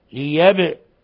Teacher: لاحظوا الباء كيف سكنت فتقلقل، ليب سكون الباء هنا وهي من حروف قطب جد تقلقل